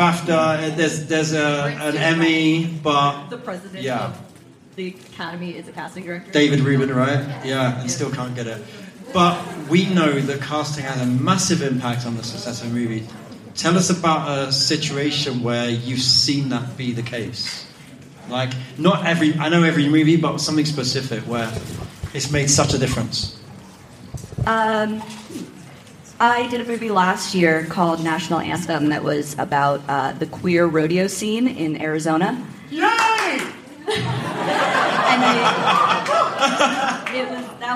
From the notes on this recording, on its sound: LIVE from The Sundance Film Festival - CASTING DIRECTOR PANEL. Insights straight from the Sundance Film Festival's Craft of Casting panel.